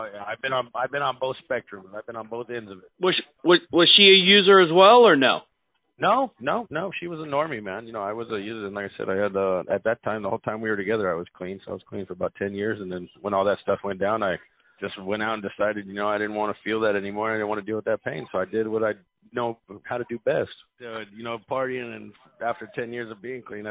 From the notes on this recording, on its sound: I promise you this is a live call. Only edits were for time to remove the huuhhhs and umms.